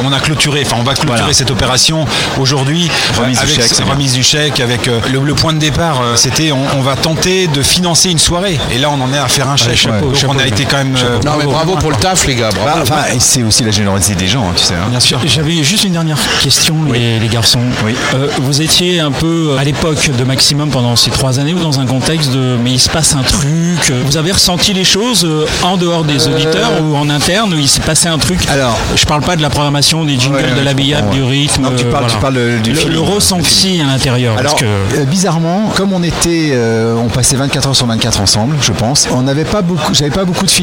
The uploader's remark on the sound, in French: En direct du Dock B à Pantin